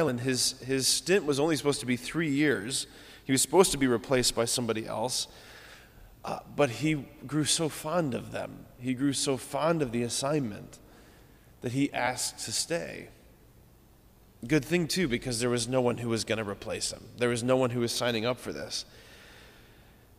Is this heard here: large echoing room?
yes